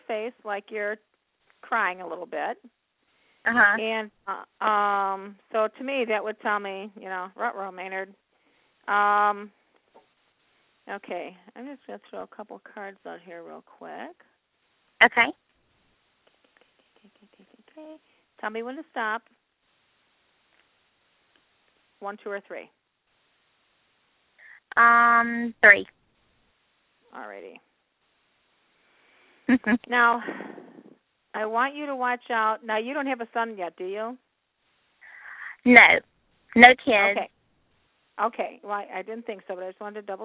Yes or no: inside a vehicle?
no